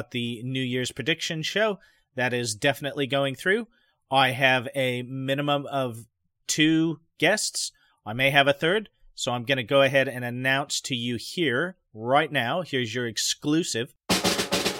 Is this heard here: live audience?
no